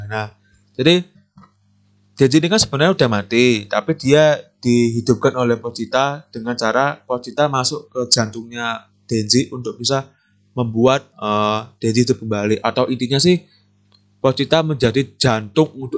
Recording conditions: poor sound quality